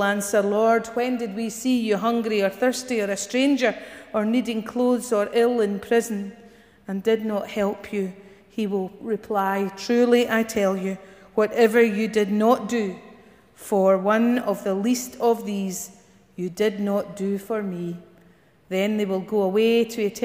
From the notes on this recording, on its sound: Morning worship recorded at GSPC